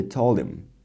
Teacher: Told him, in this case, we drop the H, right? And we say told him.